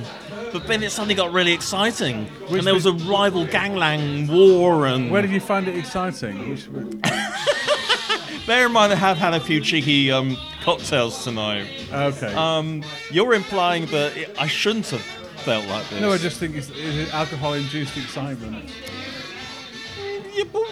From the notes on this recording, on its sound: we headed out to Fontaines bar in Dalston